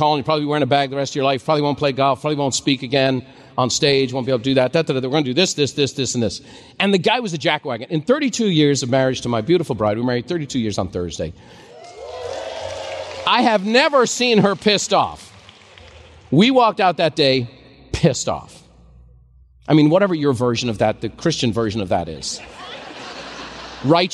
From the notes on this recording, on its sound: a special live recording